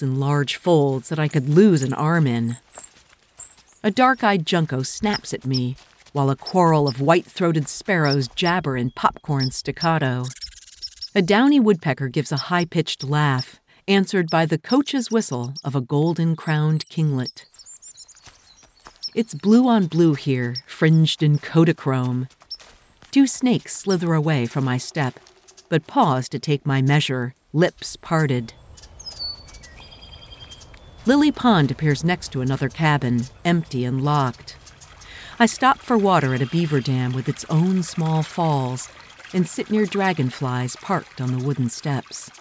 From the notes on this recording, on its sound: Will live in a remote cabin this spring to create audio narrative essays in Upper Peninsula Michigan in the Porcupine Mountains. A private site on a beaver pond filled with nature's sound including chipmunks, owls, beaver and a howling wolf.